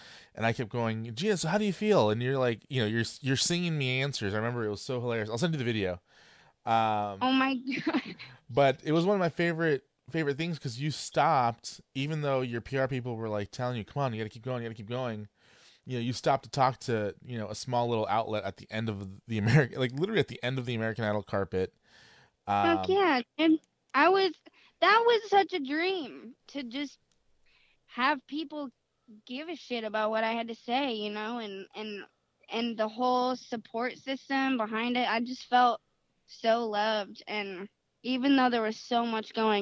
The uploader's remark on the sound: called into the show